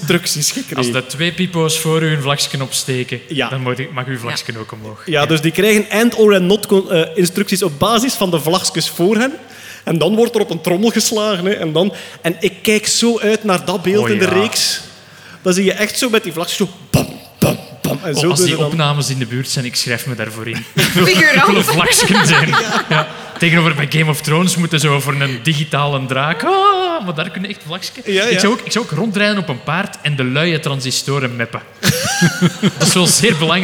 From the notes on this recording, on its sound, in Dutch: Live op Sound of Science Nights. Een special die werd opgenomen op 8/09 op de Sound of Science Nights in Antwerpen.